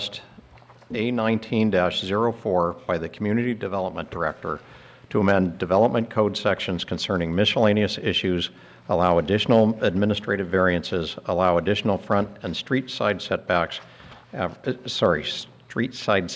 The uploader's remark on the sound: Live recording of the Astoria Planning Commission meeting. Slight tech difficulties at the start of the recording meant that the initial and customary roll call of commissioners was not recorded.